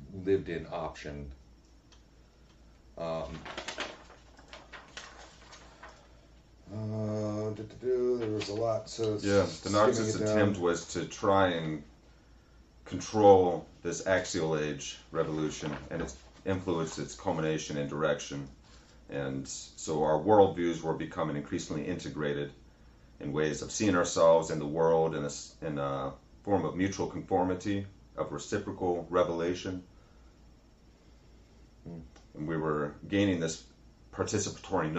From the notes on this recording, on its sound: Apologies for our sound in this one!